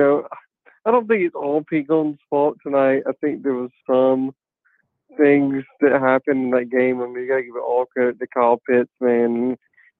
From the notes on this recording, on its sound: Post Game Call-In Show.